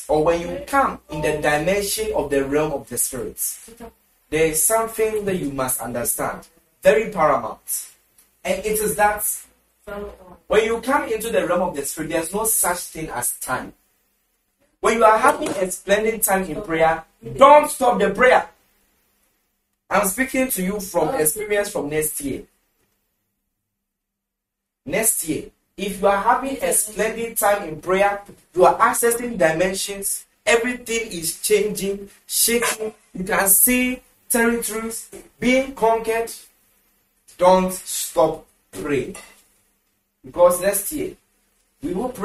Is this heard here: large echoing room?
yes